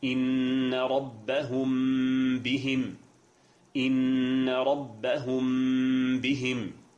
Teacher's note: الأول من أحكام الميم الساكنة هو الإخفاء، وإخفاء الميم الساكنة يكون قبل حرف واحد هو حرف الباء، وهذا الإخفاء يكون مصحوبا بغنة، أي بغنة مطولة